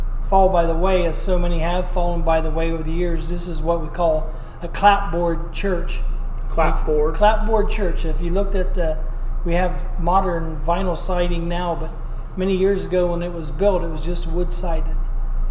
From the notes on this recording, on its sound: An old chapel church built and formed by a family of settlers from England in rural Ohio. We recorded this story on location and with these old wooden churches it can be met with some bouncing audio which we knew going in could be the case but it was a must for us to do this episode at the actual church. With echo and occasional sounds of the furnace.